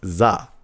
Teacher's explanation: Japanese-speaking adults tend to have difficulties just being able to say the and pronounce it, and instead pronounce it as za, because the TH sound isn't common in the language.